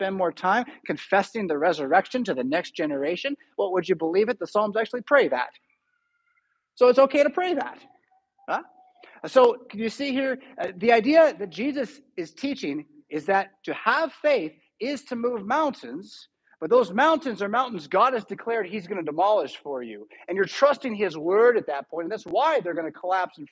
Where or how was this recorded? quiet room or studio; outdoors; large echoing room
large echoing room